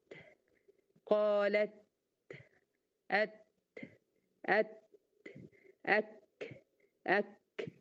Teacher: لكن لما اقول اك وافتح اك، طلع الهواء اللي محبوس خلف المخرج، لان الوترين الصوتيين مفتوحين، وقام طالع مطلع صوت الكاف. · Term: الهمس